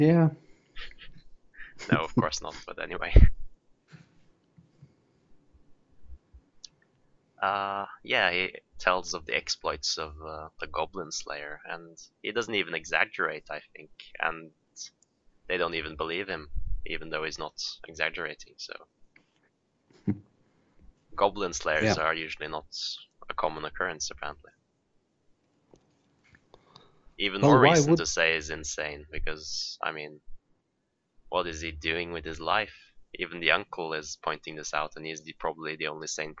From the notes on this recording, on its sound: the podcast is plagued with technical difficulties